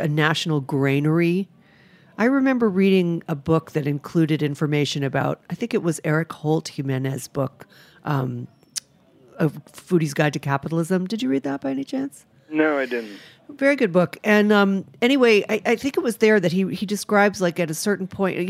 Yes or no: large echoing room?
no